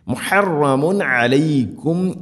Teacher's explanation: മുഹ, തൊണ്ടയുടെ മധ്യഭാഗം, മുഹറമല്ല, മുഹറമുൻ അലൈക്കും, തൻവീന് ശേഷം അയിനുണ്ട് ഇവിടെ, മുഹറമുൻ അ, ഇദ്ഹാർ ചെയ്യണം, വെളിവാക്കി ഉച്ചരിക്കണം. മുഹറമുൻ അലൈക്കും ഇഖ്റാജുഹും, ഇഖ്റാജുഹും.